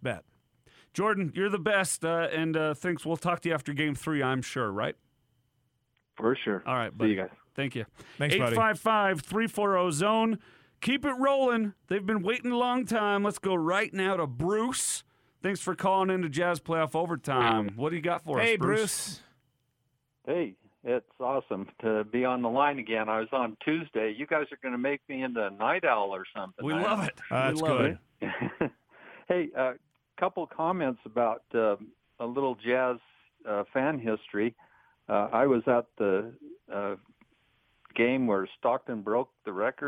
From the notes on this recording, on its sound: Hosted a late-night/early morning reaction show with dedicated Jazz fans joining on the phone.